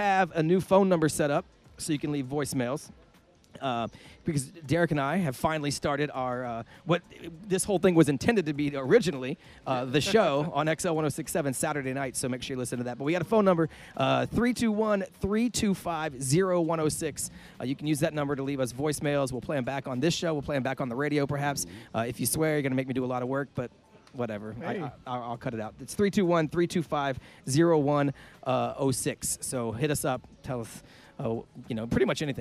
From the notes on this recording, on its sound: We took the show on the road and recorded at The Orlando Improv. Since we recorded at The Improv, tons of Orlando's best comedians dropped.